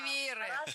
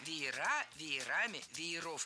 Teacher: слово «веер» имеет ударение на корне в единственном числе и ударение на окончании во множественном · Shown in: second take